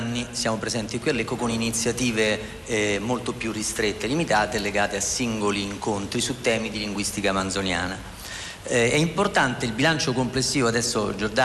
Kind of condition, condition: setting, busy venue